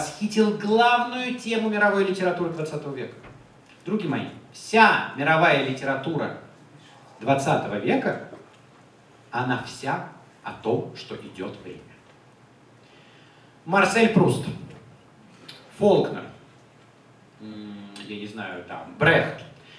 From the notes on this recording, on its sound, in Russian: Лекция в Доме культуры «Ясная Поляна» 28 октября 2017 года